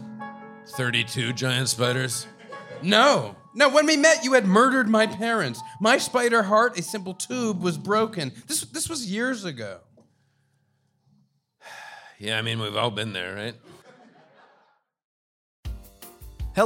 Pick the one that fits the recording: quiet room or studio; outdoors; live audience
live audience